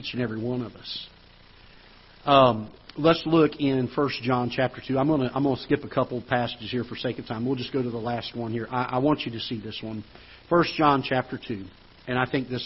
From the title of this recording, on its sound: Ketha Heights Baptist Church ~ Live Broadcast